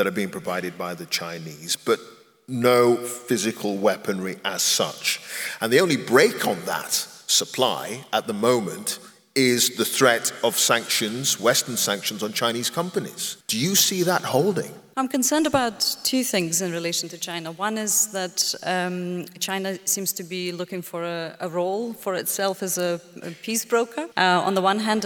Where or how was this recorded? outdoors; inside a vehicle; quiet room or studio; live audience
live audience